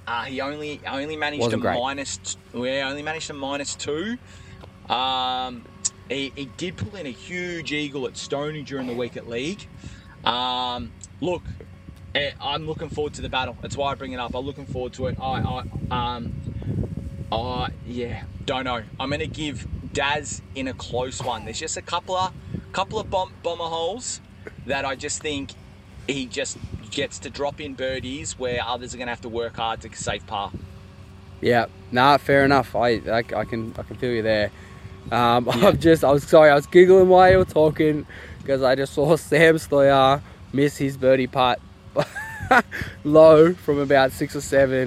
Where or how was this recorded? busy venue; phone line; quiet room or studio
busy venue